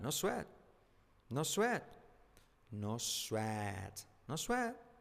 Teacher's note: Mira la T que casi no se dice al final.